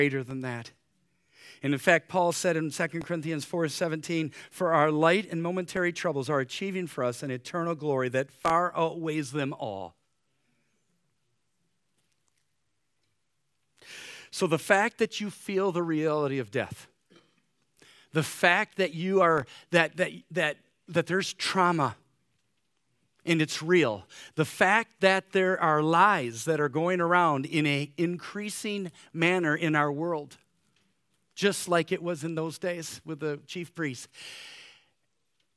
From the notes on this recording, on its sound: Easter Morning service